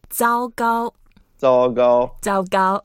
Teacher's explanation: both are first tone, so you make it flat. And you can make it as long as you want or as short as you wish.